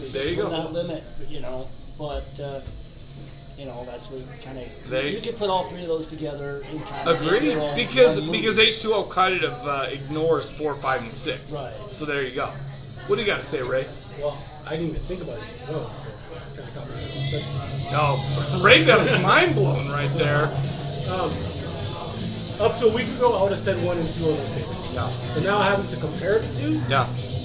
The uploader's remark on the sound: Live From Burt’s Tiki Lounge Halloween Special. This week we recorded LIVE from Burt’s Tiki Lounge in Salt Lake City. We just turn on the mics and allow the shit talk to begin!